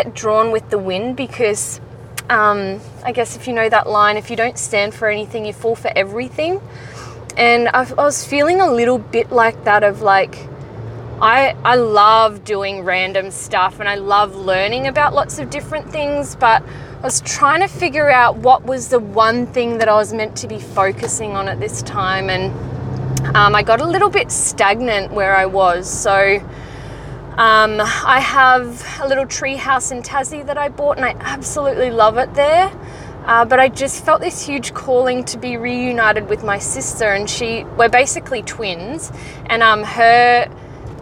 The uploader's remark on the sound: Her first recording, completely raw and she talks to you on her drive home from work.